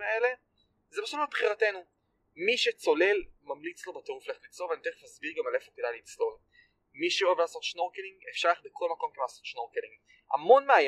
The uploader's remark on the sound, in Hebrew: מתנצל מראש על איכות הסאונד בפרק הזה